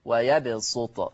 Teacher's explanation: أما ورش عن نافع فيقرأ بالصاد الخالصة في لفظة ويبسط